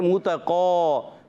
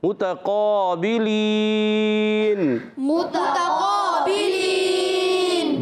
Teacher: قاف حرف مستعلیہ میں سے بھی ہے موٹا رہے گا ایک الف کھینچ کر بھی ادا کریں گے اس کا الف بھی موٹا ہو جائے گا